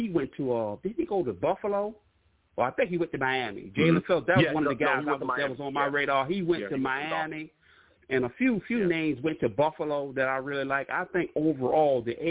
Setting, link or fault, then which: link, phone line